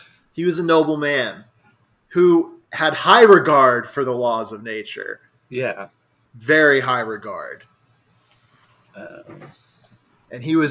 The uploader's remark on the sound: The technical difficulties episode!